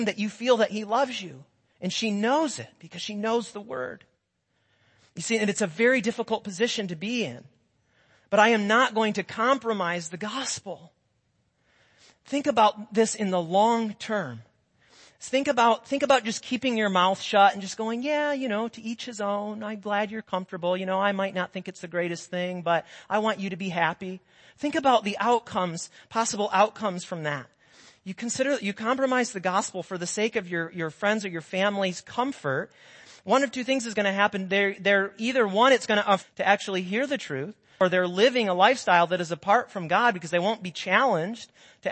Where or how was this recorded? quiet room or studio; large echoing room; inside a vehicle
large echoing room